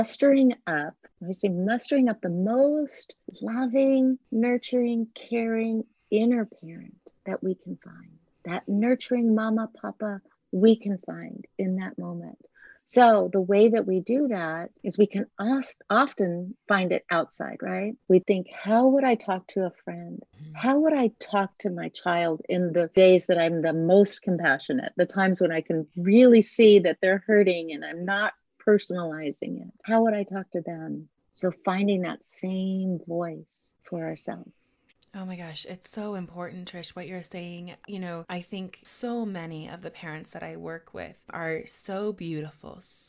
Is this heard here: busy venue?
no